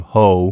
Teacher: Well, first of all, it's the Black English sound system expressing the word whore. R at the end of syllables tends to be let go in genuine Black English. And so next thing you know, you have ho instead of whore, because obviously there is no W sound at the beginning, except for some people who might be inclined to put a whisper of one there.